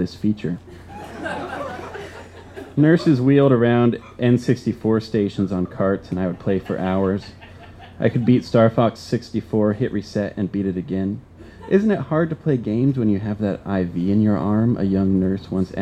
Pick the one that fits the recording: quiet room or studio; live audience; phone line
live audience